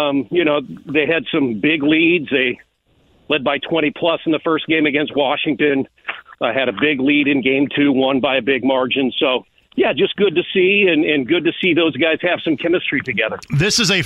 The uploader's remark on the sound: Opens the phone lines to interact with the listeners.